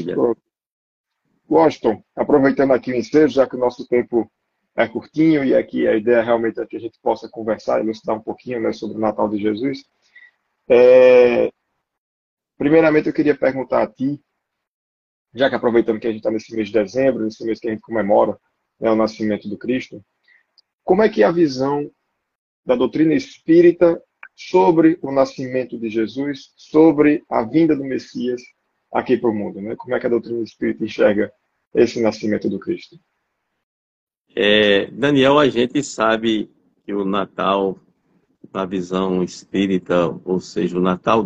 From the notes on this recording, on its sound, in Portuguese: Live realizada através do Instagram